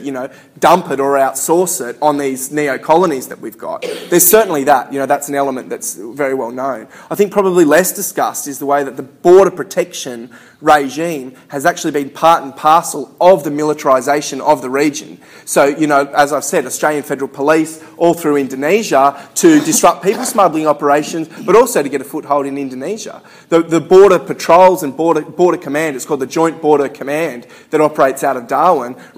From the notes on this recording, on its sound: Recorded at a Solidarity meeting in August 2013.